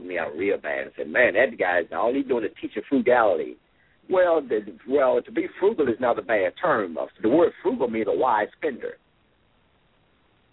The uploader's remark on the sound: LML uses a progressive live call in format.